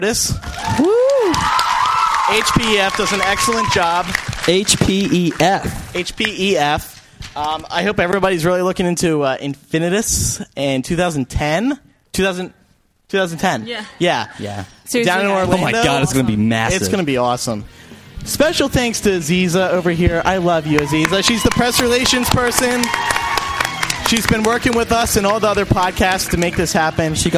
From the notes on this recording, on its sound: Live From Portus! MuggleCast is live from Dallas, Texas this week! Questions from the audience.